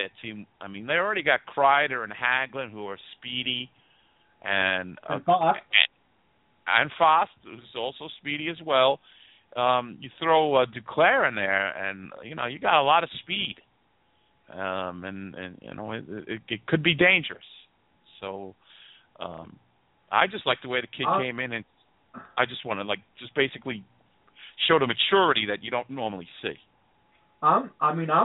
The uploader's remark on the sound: We take your calls, and there is a live interactive chat that takes place throughout the broadcast.